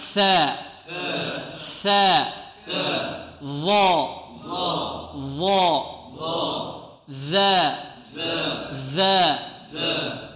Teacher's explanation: ثلاث حروف تخرج من طرف اللسان مع طرف الثنايا العليا، وهي الثاء والظاء والذال.